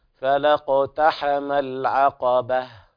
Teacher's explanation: الوقف على الهاء بالهمس الخفيف حتى لا تخرج حاء